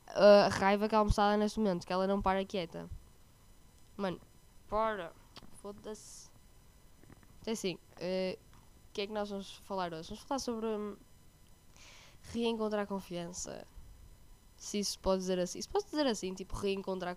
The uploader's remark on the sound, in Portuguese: desculpem pelo áudio